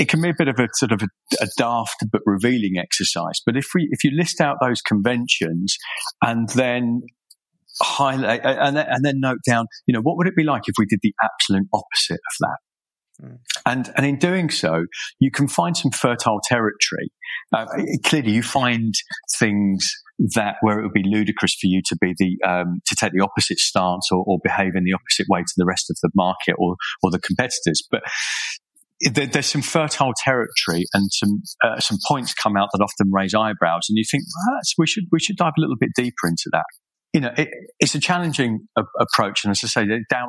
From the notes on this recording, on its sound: Apologies for the audio quality in this episode. We’ve tried to edit as much as the static/interference as possible.